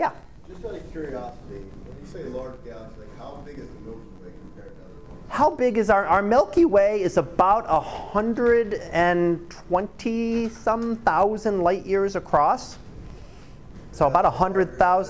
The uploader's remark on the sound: Live Class Lecture